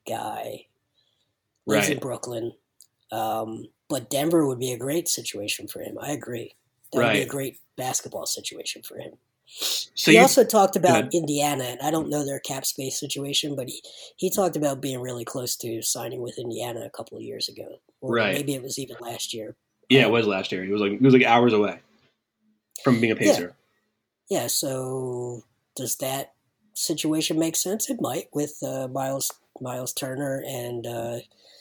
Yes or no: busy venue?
no